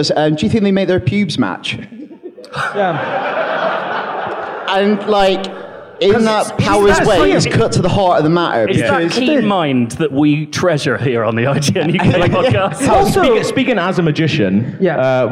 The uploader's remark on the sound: We celebrated this by holding a screening of The Prestige followed by a lovely live podcast in London.